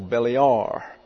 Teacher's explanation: the accent's on the last syllable